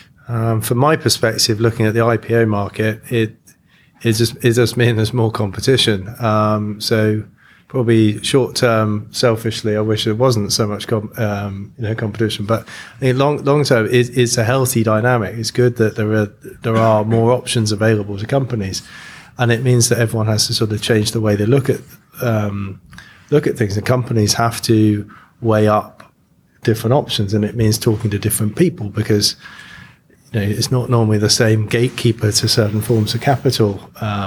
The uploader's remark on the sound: This special episode was recorded live at a Rebank event in London hosted by Shearman & Sterling, a global law firm with a specialist fintech practice.